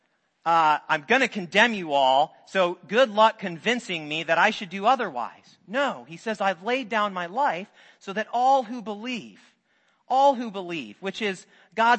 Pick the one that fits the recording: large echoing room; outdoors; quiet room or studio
large echoing room